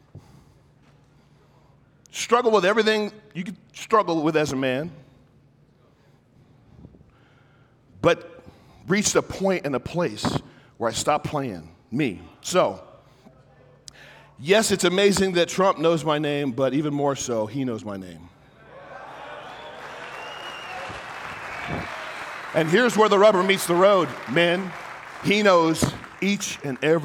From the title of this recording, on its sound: My talk at the Emerge Men Conference